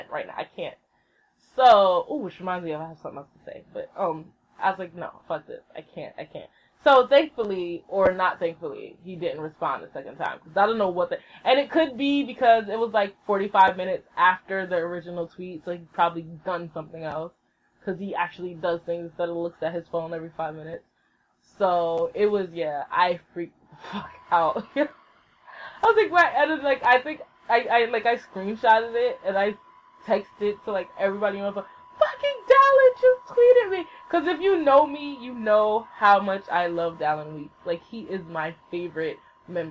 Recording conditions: poor sound quality